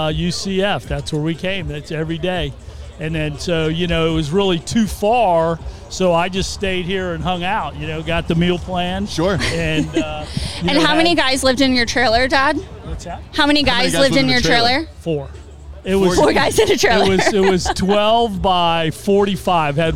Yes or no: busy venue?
yes